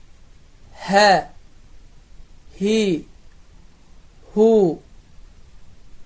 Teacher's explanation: Hansı ki, bu hərif incə hərfdir Və bu hərfin məxrəci boğazın sonudur. Və bu hərf əda olunduğu zaman heç bir boğazda sıxıntı baş vermir. · Term: hə hərfi